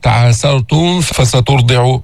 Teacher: نظهر الميم عند الفاء، الميم الساكنة، وإن تعاسرتم فسترضعوا، حتى ما يصير إخفاء، حتى ما تطلع معك، تعاسرتم فسترضعوا، وإن تعاسرتم فسترضعوا له أخرى.